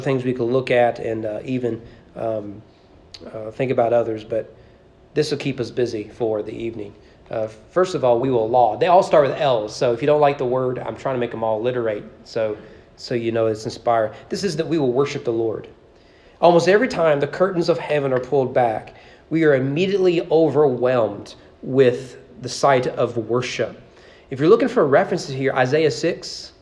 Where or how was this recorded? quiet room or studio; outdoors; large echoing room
large echoing room